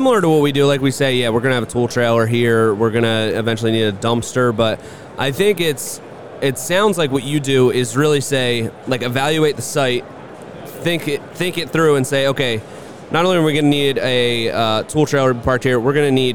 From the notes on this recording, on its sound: up at the JLC Live show!